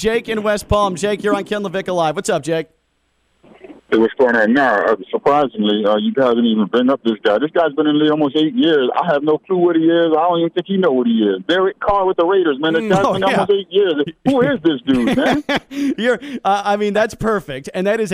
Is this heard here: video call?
no